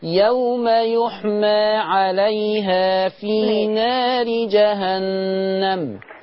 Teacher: ما تحاوليش تميلي الالفات